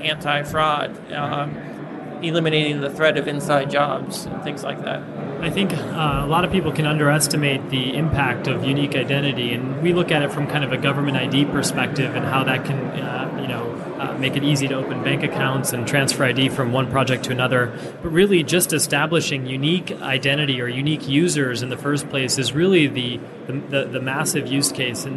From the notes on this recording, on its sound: live at the Blockchain Insider stand